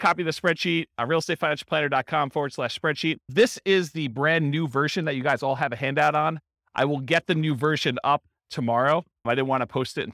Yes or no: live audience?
yes